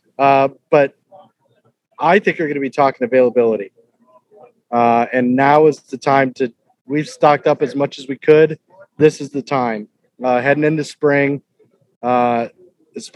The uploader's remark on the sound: On the Move With Axon Tire – Live From the World Ag Expo. Live from Tulare and discuss the technology at the show.